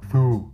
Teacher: Lovecraft transcribed the pronunciation of Cthulhu as Clulul, K-H-L-U with a little accent on top, L apostrophe dash H-L-O-O, and said that the first syllable, pronounced gutturally and very thickly, the U is about like that in full